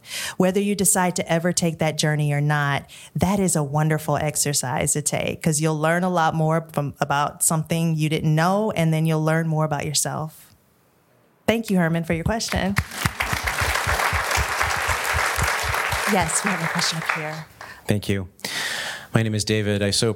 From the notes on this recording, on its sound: A live conversation in Pasadena, California at the LAist’s Crawford Theatre. All five guests from the live event return to the stage to answer questions from the audience.